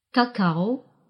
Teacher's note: Слово «какао» произносится с ударением на втором слоге, как и в русском языке.